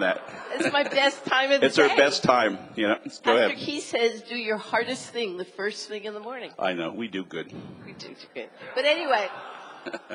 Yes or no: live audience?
yes